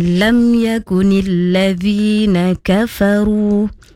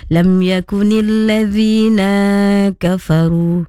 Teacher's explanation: huruf na baca dua harokat sahaja · Shown in: first take · Okey, dua harokat tapi tadi baca lam yakunil ladzina kafaru.